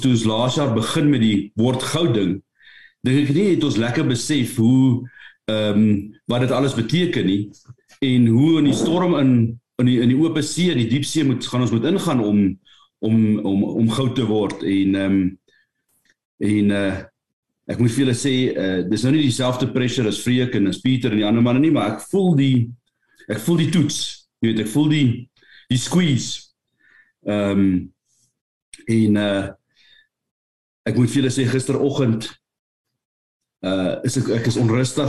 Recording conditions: video call